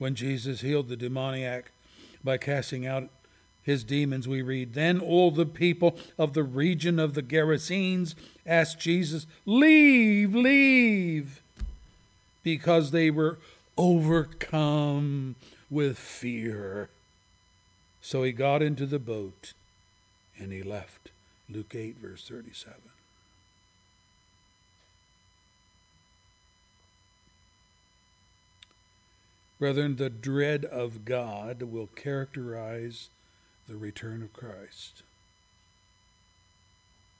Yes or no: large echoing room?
yes